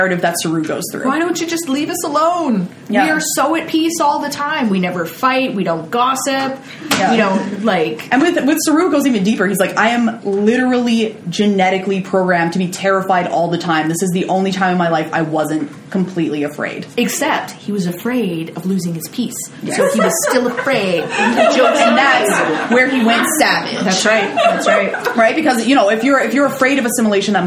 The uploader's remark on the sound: Live at McGill. Bringing us out before a live studio audience! This episode features a hilarious laugh track, and some fantastic audience participation!